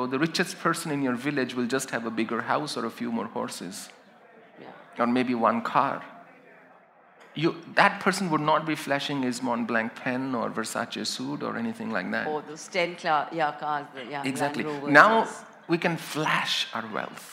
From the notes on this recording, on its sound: A live session from #JaipurLitFest2020.